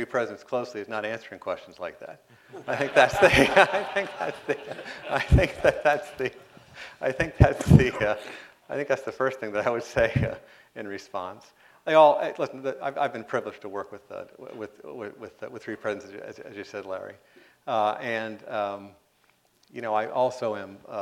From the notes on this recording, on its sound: responded to questions from the audience